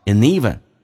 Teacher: And 跟 even 有一个连音 ND 组合，用 and 进行连音叫 aneven